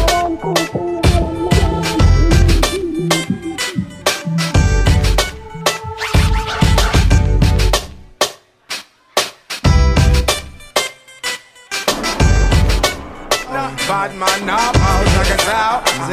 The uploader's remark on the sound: AFRO BEATS AND VIBES LIVE AT THE CAMP IN HUNTSVILLE AL